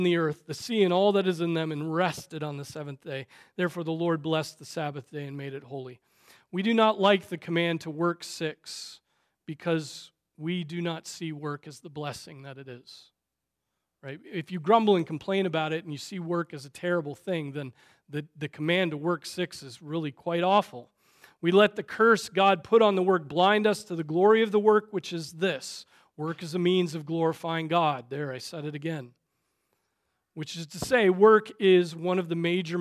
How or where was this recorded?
large echoing room